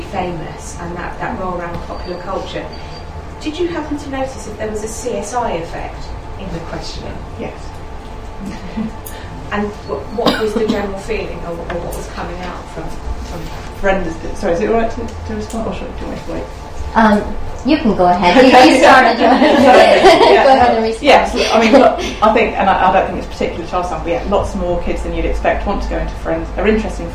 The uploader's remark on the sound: speaks at SRHE Access and Widening Participation Network